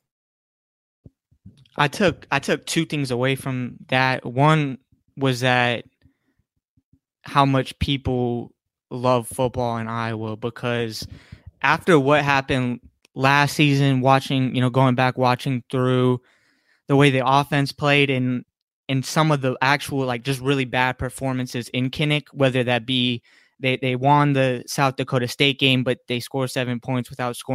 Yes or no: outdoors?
no